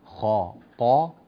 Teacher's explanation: الخاء مفخمة، الطاء مفخمة، أحسنت في ذلك نعم، لكنك فخمت الألف أو الهمزة معها فقلت خطأ، لا هكذا دائما، لا توجد همزة مفخمة أبدا، لا توجد في القرآن كله همزة مفخمة في جميع القراءات والروايات.